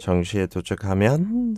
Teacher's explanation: I think you just made your tone higher in the 도착하면, like a question.